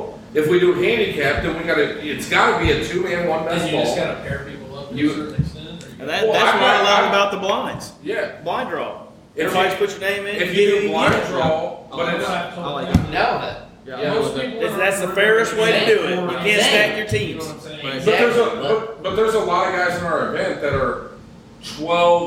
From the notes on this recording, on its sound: Live At 5 Iron Golf.